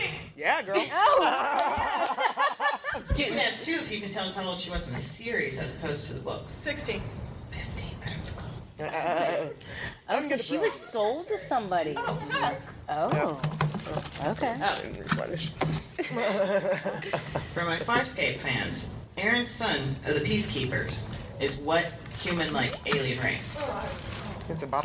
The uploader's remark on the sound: LIVE Podcast